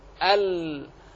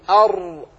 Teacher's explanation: تحس بذلك لو نطقت بالحرفين ساكنتين فقل ال فتجد اللام من الجوانب، صوت اللام من جانبيه والراء من وسطه أر، فهذه صفة الانحراف في اللام والراء.